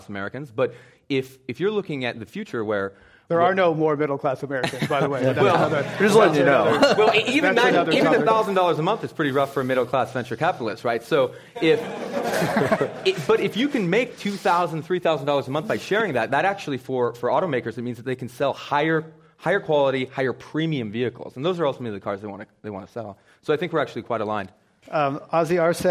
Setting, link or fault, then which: setting, live audience